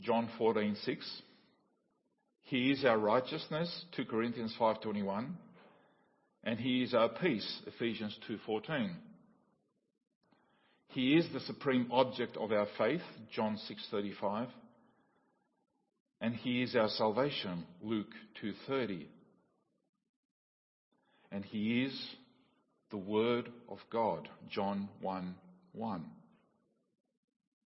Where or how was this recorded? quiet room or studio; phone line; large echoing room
large echoing room